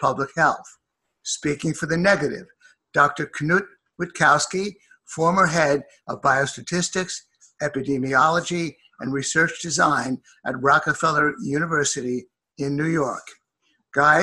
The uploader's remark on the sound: A public debate hosted via Zoom by the Soho Forum on Monday, June 1, 2020. The Soho Forum typically hosts Oxford-style debates, in which a live audience votes before and after the event. Because this debate took place over Zoom, we did things a little differently.